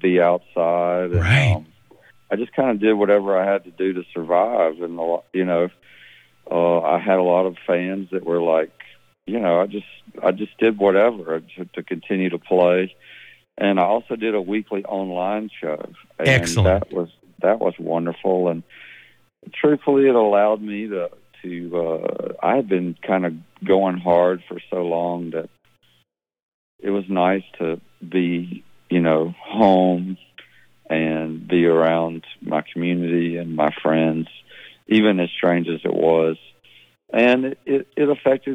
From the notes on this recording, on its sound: Sits in on a recent interview from Neighborhood Night. Chats on the phone.